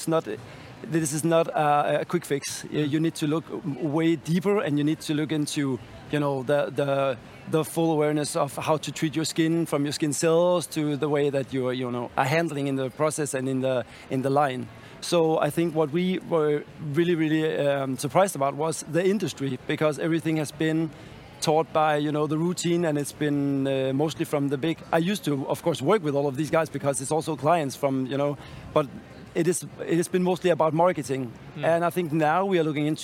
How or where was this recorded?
busy venue